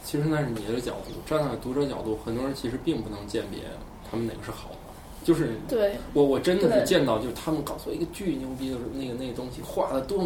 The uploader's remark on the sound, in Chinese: 本期节目为在张大妈办公区用录音笔录制，可能有街道上的杂音，请见谅。